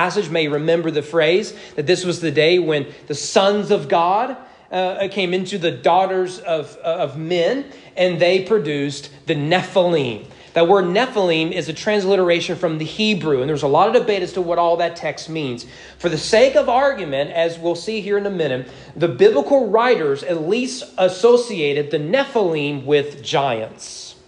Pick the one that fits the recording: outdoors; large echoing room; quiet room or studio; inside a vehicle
large echoing room